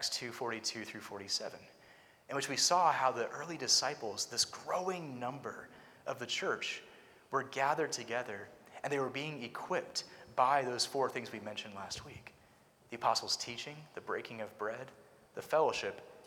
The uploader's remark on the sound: Preached at Christ Covenant Presbyterian Church (Culpeper, VA)